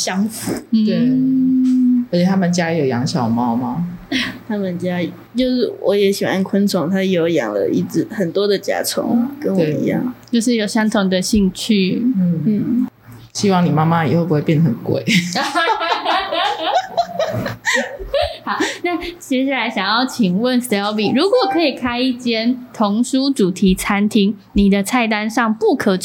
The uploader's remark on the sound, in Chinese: 本集錄音機罷工啦～無法有效排除環境音，因此音質有點瑕疵